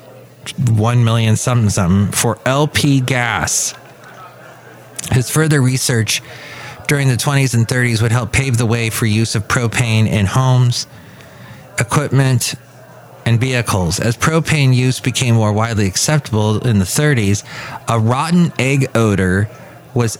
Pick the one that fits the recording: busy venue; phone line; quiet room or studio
busy venue